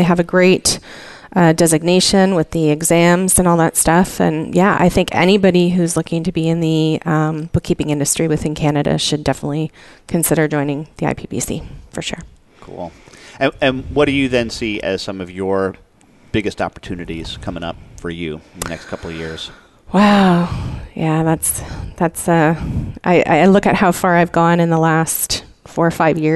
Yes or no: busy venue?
yes